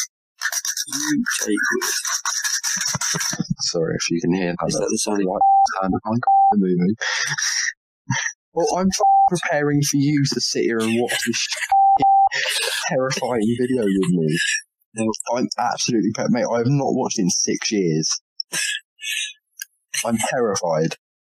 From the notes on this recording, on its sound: We tried something new with the recording this time and whilst the sound quality isn’t quite as good.